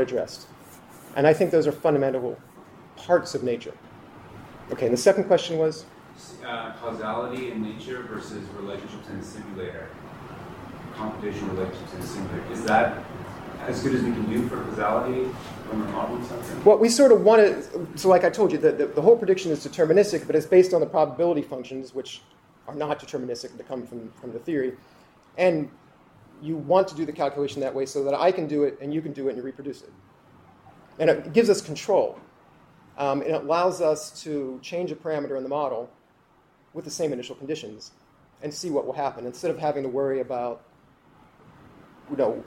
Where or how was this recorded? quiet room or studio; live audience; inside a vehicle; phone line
live audience